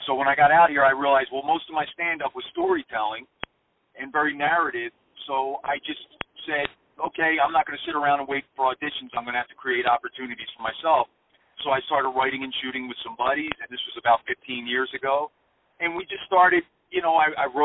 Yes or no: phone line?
yes